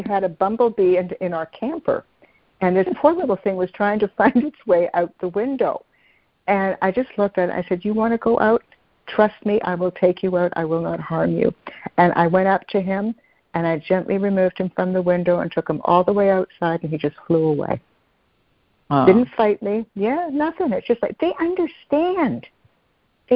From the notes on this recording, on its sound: CONF CALL. Joining together on a Free Conference Call.